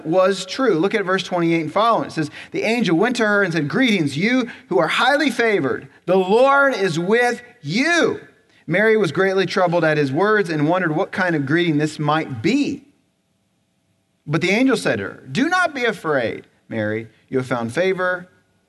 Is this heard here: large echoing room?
yes